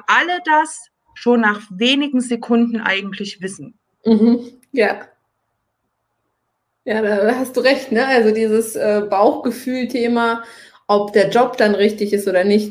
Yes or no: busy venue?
no